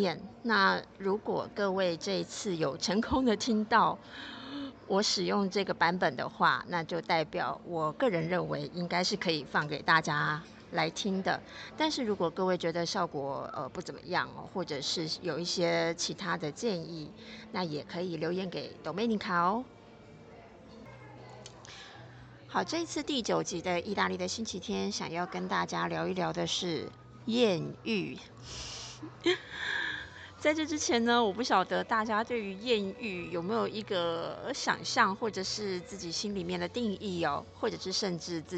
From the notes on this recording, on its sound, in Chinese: 這集嘗試的室外錄音實驗效果。